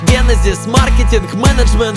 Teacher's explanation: Слова из английского на первый слог.